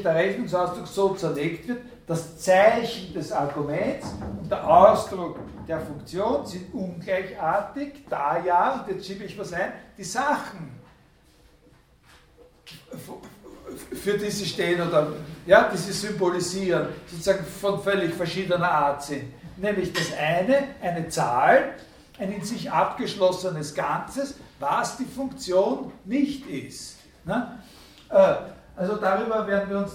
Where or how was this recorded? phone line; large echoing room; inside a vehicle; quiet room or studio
large echoing room